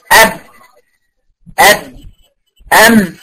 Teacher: هتلاقي الشفتين اصطدموا ببعض طلعوا صوت الحرف